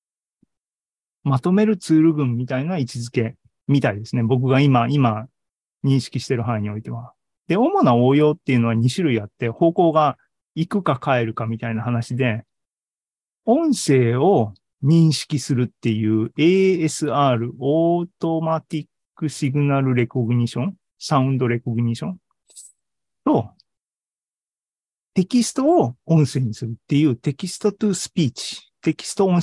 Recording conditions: video call